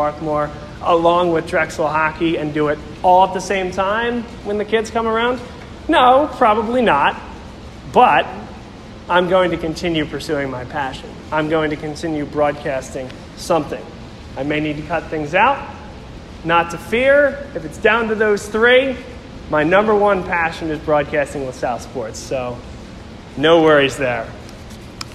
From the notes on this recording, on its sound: Speech at La Salle College High School Alumni Mentor Event (October 16, 2019).